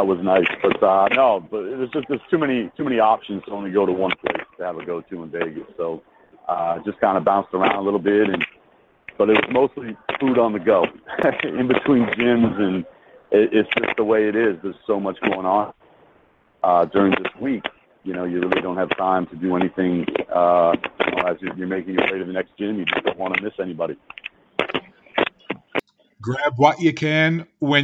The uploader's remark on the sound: waits for a flight at the airport in Las Vegas